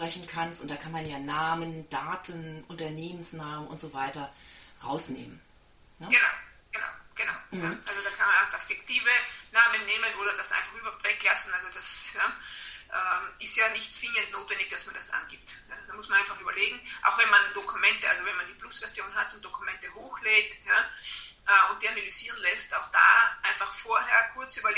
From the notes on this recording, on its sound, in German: in einem LinkedIn Audio Live getroffen